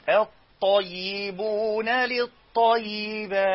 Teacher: حق اللام الإدغام، ويسمى إدغاما شمسيا، مش بننطقها يعني